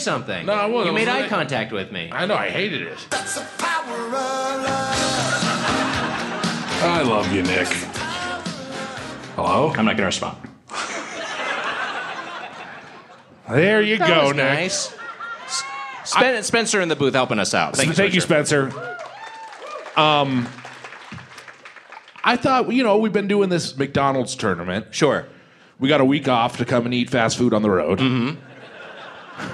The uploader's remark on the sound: Recorded Live at Wiseguys Comedy Club in the before times (March 10, 2020).